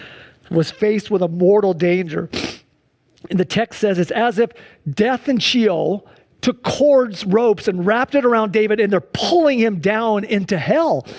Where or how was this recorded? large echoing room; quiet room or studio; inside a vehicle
large echoing room